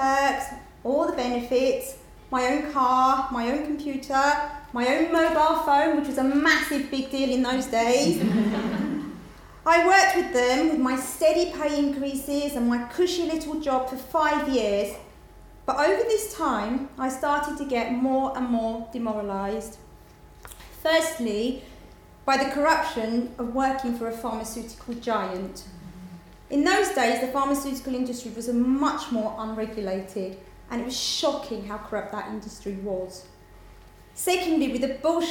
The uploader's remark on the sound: Recorded live at the 9% Event in Brighton.